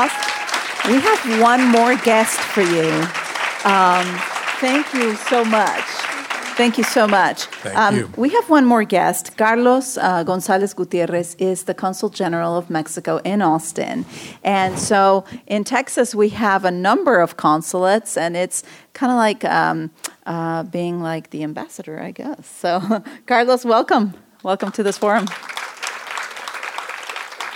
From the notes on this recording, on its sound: KUT hosted a community discussion on July 18 at the George Washington Carver Museum and Cultural Center.